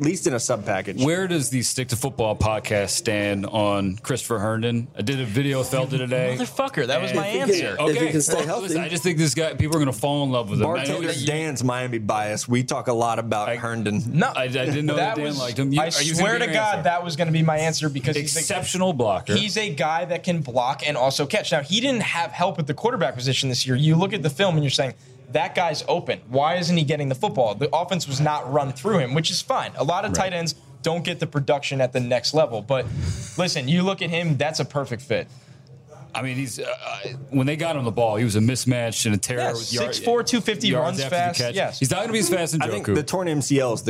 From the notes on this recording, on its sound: We're LIVE (kinda) from Draft Picks Taproom in Mobile, AL!